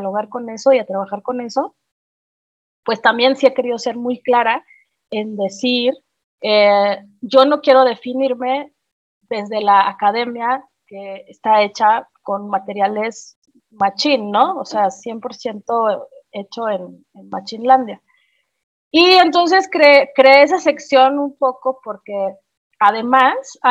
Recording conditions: video call